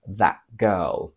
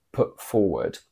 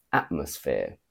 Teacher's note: We pronounce it as a glottal stop when T appears before a word that starts with a consonant.